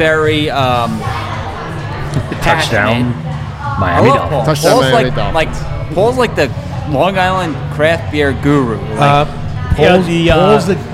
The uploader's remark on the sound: LIVE show at South Shore Craft Brewery in Oceanside NY.